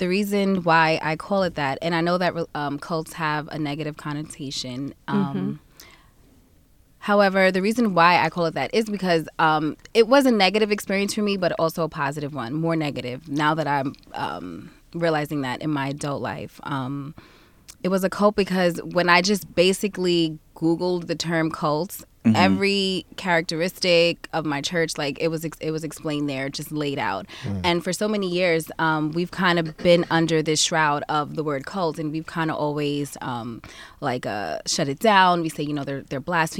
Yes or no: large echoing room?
no